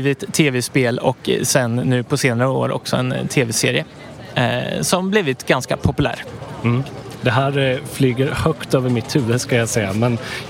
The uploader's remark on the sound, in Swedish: LIVE från NärCon 2022